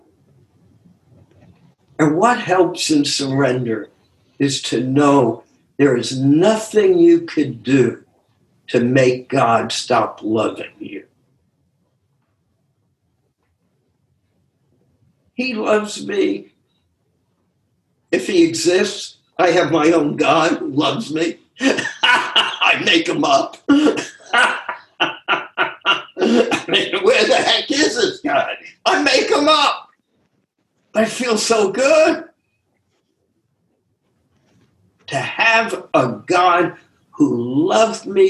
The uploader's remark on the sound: Took us on a zoom journey through the Essays.